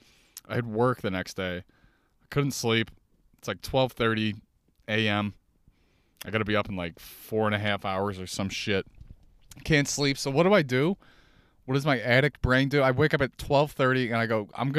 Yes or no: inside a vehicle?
yes